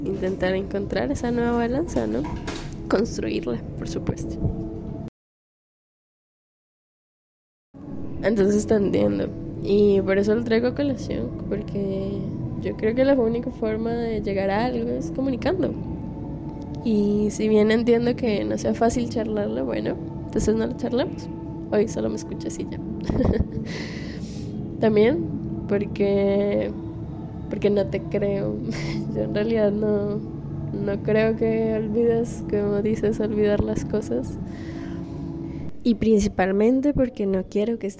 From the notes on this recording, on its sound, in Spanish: Exteriorizando un poco el sentir, con ruido de fondo.